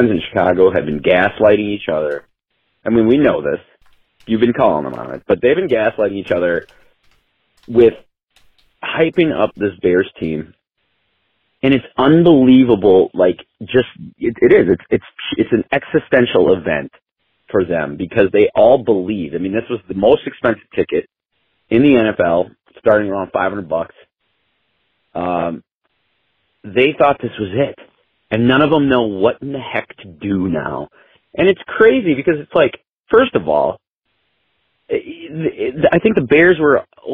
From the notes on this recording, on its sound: Packers fans call